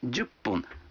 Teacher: Вы заметили, что когда фун добавляется к 10, дю, то произносится пун.